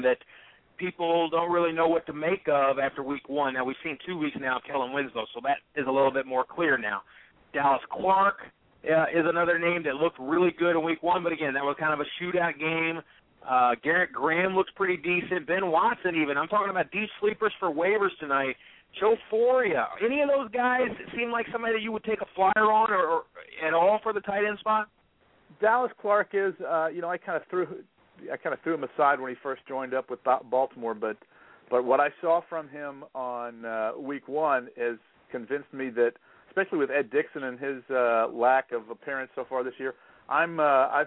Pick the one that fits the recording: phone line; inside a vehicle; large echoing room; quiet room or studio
phone line